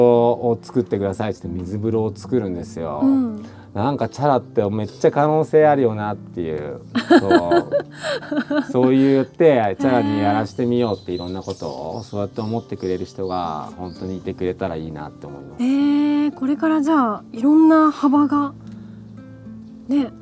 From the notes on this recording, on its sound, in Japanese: ご自宅のお庭で収録させて頂きました。